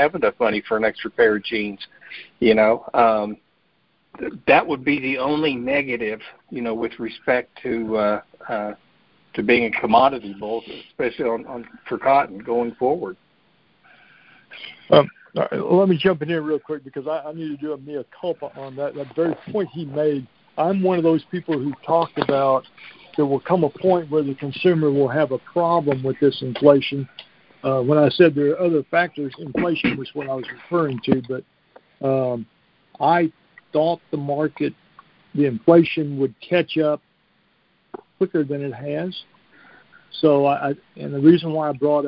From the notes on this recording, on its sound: Monthly Conference Call